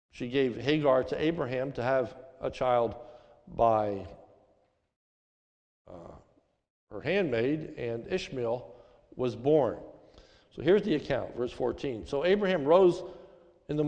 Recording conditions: large echoing room